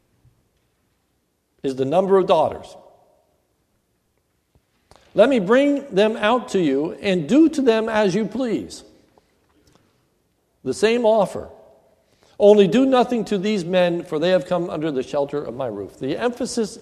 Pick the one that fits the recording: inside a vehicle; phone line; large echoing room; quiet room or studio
large echoing room